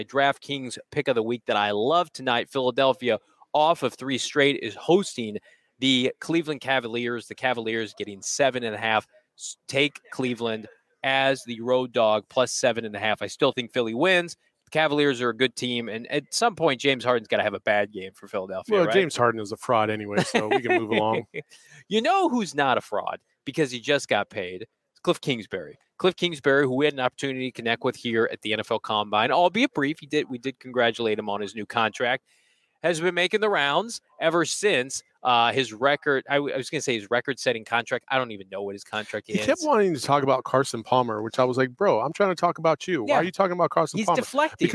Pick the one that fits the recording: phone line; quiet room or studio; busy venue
busy venue